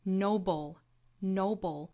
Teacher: Noble,尾部的舌边爆破也要注意哈，要有舌尖去抵上齿龈发舌侧音的这个动作。